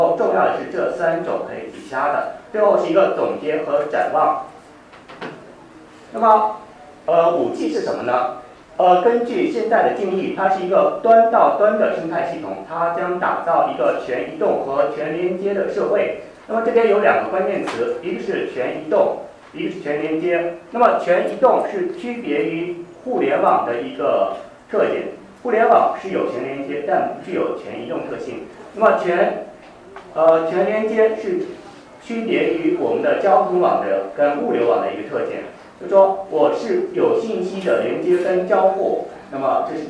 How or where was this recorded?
large echoing room